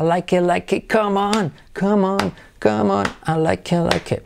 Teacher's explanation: Fijaos como la I como E de it y la T no, casi no se pronuncia.